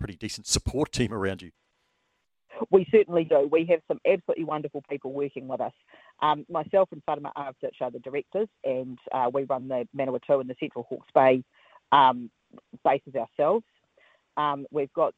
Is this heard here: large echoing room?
no